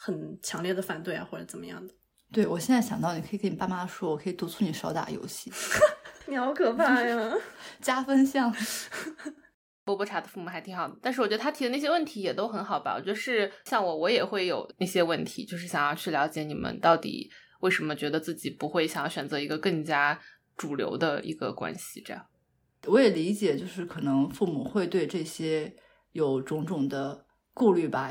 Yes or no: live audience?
no